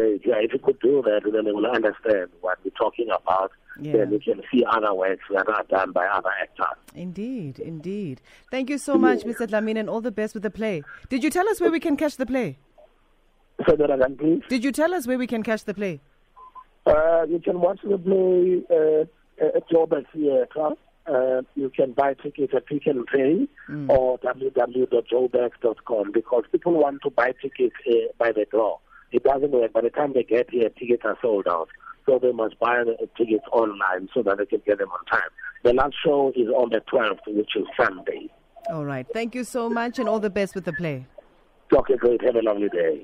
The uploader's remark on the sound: joined on the line